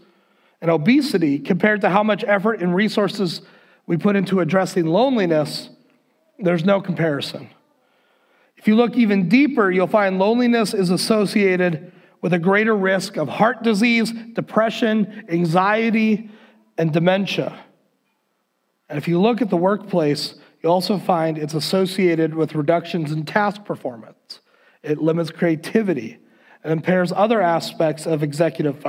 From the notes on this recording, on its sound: Recorded on February 7th, 2021 at Word of Life Church in Le Sueur, MN.